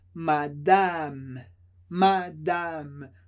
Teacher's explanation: Duas vezes o som A, porque a sílaba fica separada.